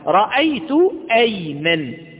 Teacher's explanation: جاءت همزة أيمن في وسط الكلام فظهرت أيضا ونطقتها · Term: همزة قطع